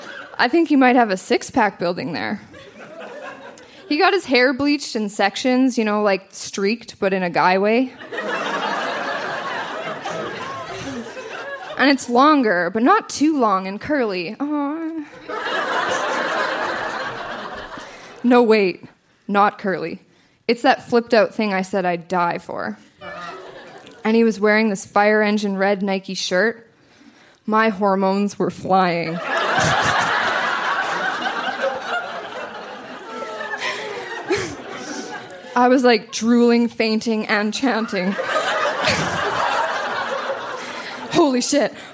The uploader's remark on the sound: Recorded live at The Artesian in Regina.